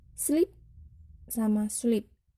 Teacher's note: membedakan dia hanya Vowelsnya antara I dan I panjang